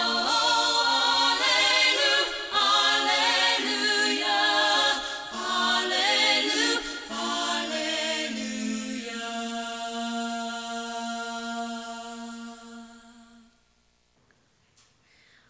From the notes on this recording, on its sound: Here is our audio recording from this morning’s in-person worship service.